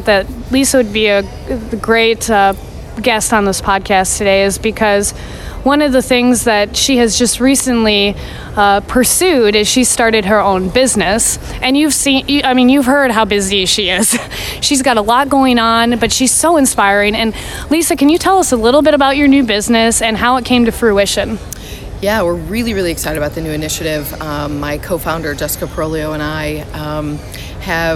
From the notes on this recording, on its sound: LIVE from the Combined Sections Meeting in New Orleans, Louisiana